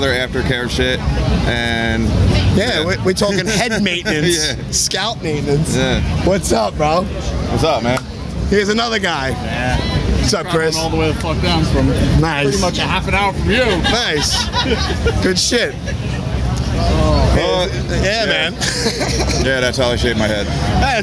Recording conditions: busy venue